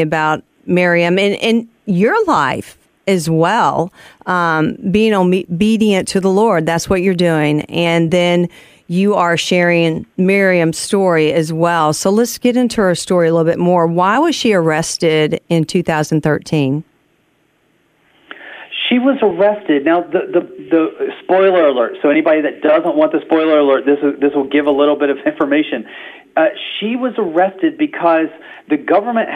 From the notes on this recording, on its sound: Modern technology allowed us to connect on the phone for the interview, even though he was on a cell phone, thousands of miles away on the border of Turkey. Both his message and the phone signal were powerful, delivering a crystal-clear voice from the workings of God.